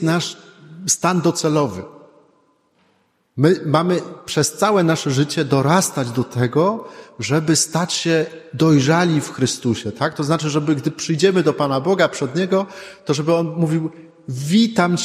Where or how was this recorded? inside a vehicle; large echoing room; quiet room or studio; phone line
large echoing room